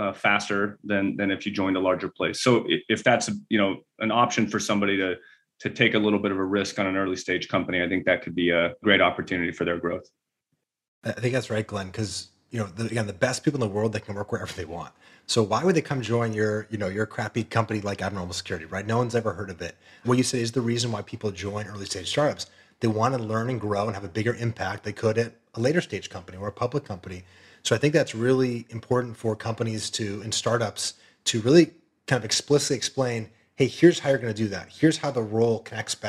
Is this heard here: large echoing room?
no